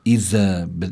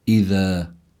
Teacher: إذا بدنا ننبه مستمعينا على أنه هذه الذال هي حرف لثوي، كتير مهم أن يخرج هذا الحرف من مخرجه، بيضع الإنسان طرف اللسان تحت الثنايا العليا، هذا هو مخرج الذال · Shown in: second take · لا ينبغي أن يخلط هذا الحرف بحرف الزاي، فلا يجوز أن يقال أن تقرأ هذه الكلمة إذا بالزاي، بل لابد من قراءتها على هذا النحو، إذا بالحرف اللثوي.